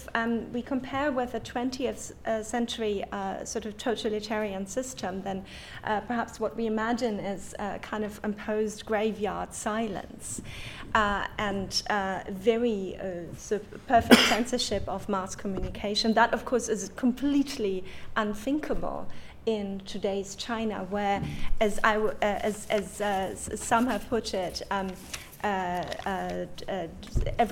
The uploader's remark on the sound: Talk recorded at event Wednesday 23 October: 6:00pm - 7:30pm St John's College Fisher Building, St John’s Street, CB2 1TP